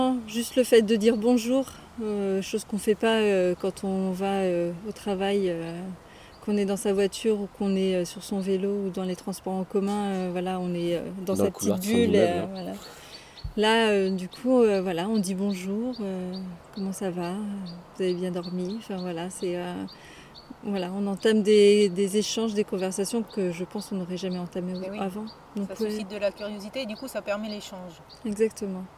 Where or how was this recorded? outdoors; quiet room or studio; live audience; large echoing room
outdoors